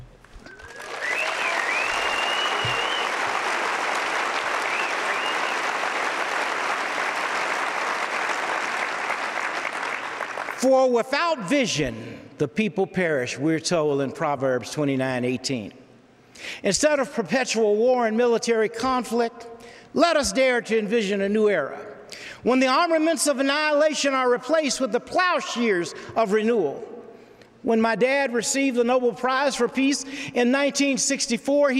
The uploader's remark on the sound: live devotionals and forum addresses from the BYU campus